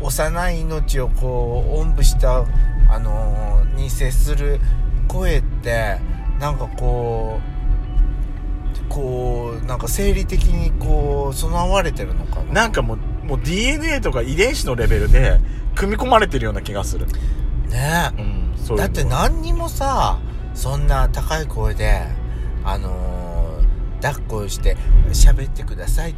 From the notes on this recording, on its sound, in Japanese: ドスドライブ収録。ロードノイズゴメンね。